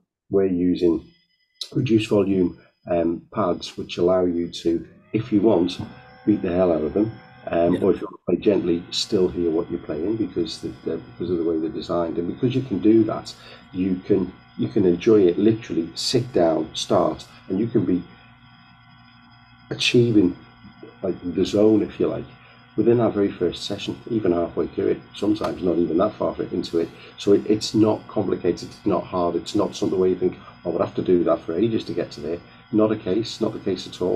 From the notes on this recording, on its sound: we are aware of some minor sound issues on this podcast and apologise for the quality